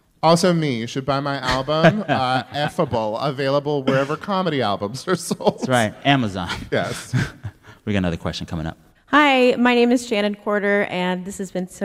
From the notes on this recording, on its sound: At the Crawford Family Forum at KPCC in Pasadena, Calif. Takes questions from the audience.